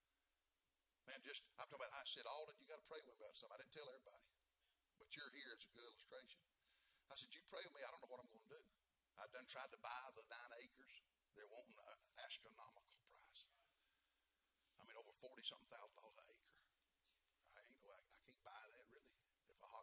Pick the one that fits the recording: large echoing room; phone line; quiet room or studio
large echoing room